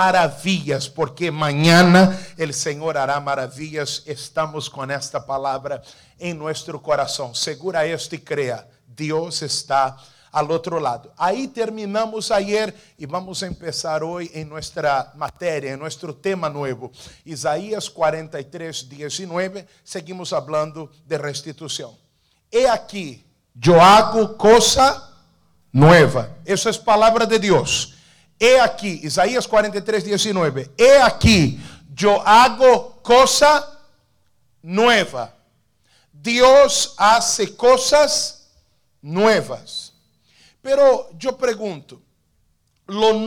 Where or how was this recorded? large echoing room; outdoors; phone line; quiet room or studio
large echoing room